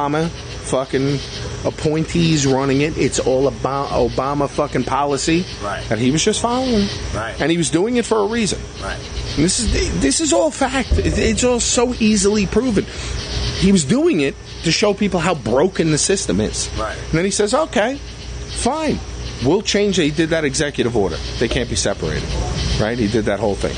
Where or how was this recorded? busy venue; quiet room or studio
busy venue